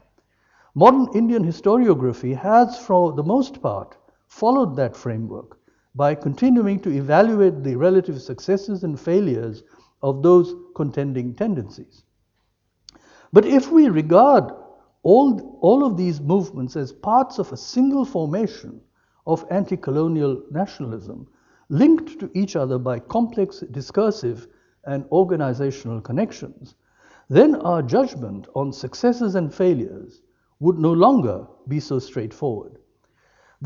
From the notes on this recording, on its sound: lecture as part of UCD's 1916 as a Global Event series of lectures